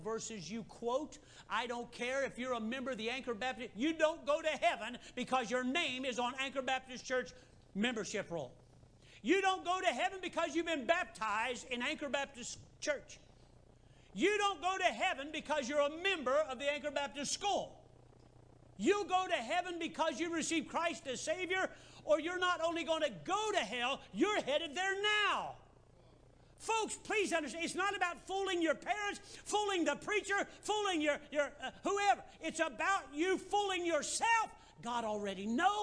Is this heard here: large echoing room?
yes